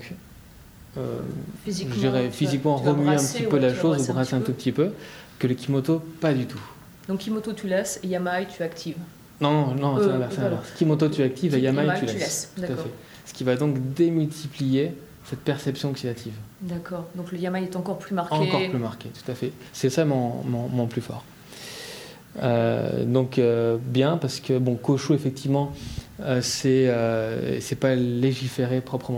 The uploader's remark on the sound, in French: L’enregistrement se passe justement au restaurant du Crillon